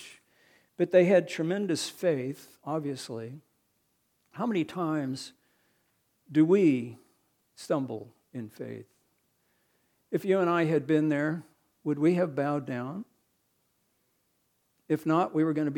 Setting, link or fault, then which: setting, large echoing room